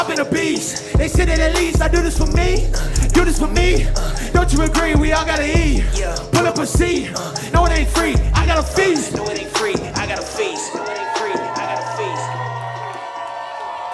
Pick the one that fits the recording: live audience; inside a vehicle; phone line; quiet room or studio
live audience